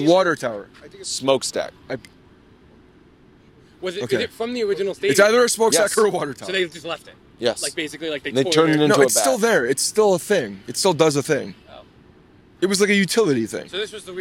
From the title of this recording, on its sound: Live From The Game